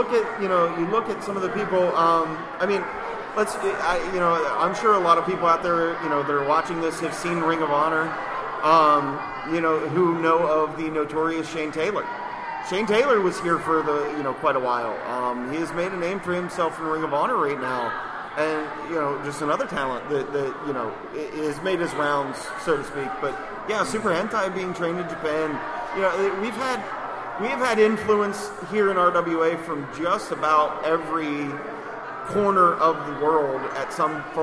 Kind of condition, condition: setting, busy venue